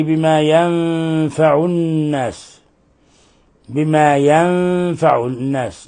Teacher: نون ساكنة جاء بعدها حرف الفاء، الحكم التجويدي إخفاء حقيقي